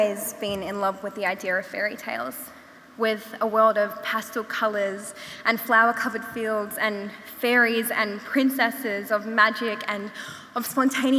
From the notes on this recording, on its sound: We revisit 2022's inaugural Opening Night gala event at Melbourne Town Hall. This event was recorded at Melbourne Town Hall on Wednesday 2 November 2022 as part of the Wheeler Centre’s Spring Fling Opening Night: Lightbulb Moments.